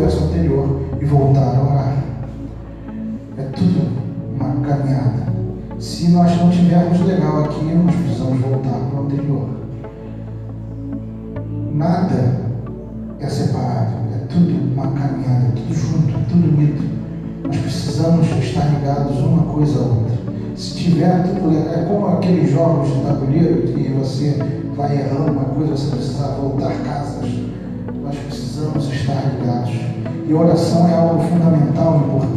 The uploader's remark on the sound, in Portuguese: As mensagens foram gravadas na Igreja Batista Central em Jardim Amendoeira, São Gonçalo - RJ.